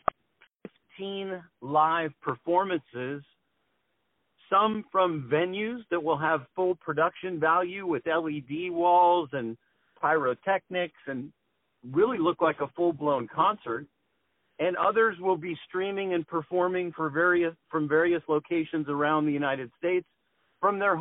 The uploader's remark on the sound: On the phone